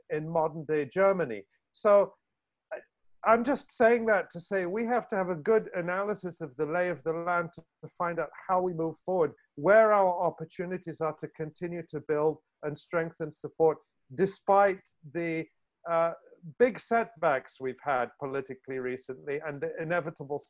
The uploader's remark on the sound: In part one of this two-part online event. This event was held online via Zoom.